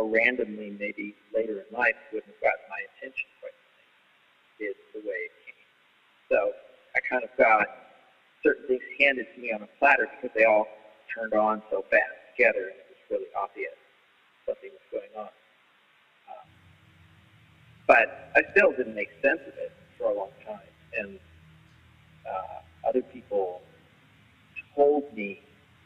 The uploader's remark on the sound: there was a lot of interference and low sound quality (for whatever reasons) with the phone line